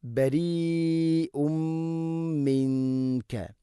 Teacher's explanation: ഇനി ബരീഉൻ മിൻക, തൻവീനു ശേഷം മീം, ഇത് ഗാം ബിഗുന്ന, തൻവീനിനെ മീമിലേക്ക് കൂട്ടിലയിപ്പിച്ച് മണിച്ചുകൊണ്ട് ഉച്ചരിക്കണം. അതുപോലെ മിൻക, നൂനിനെ അവ്യക്തമാക്കി മണിക്കണം.